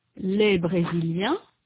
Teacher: The final sound of these words is a vowel. N, S, and T represent no sounds. · Term: Pas de liaison